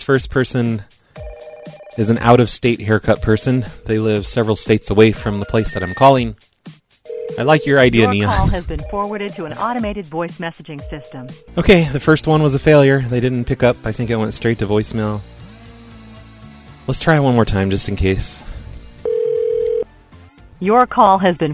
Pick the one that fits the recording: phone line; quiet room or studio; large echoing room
phone line